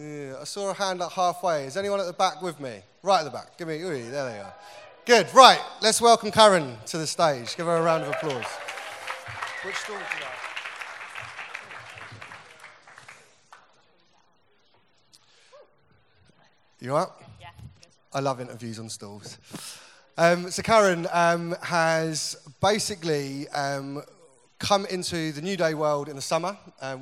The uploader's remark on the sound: Recorded at the 2018 Newday Youth Worker's Weekend